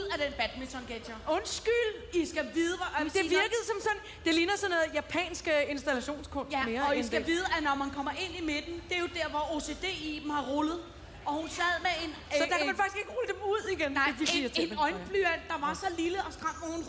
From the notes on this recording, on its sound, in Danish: Live fra Skanderborg!